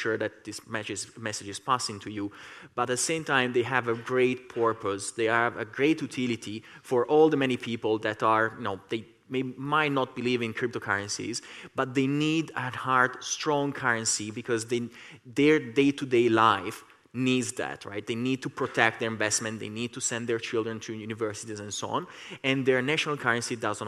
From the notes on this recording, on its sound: In this episode, recorded at the 2022 Oslo Freedom Forum.